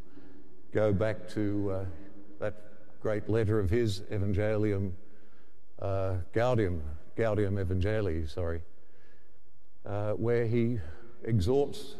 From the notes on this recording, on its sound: The homily from Sacred Heart Cathedral, Hamilton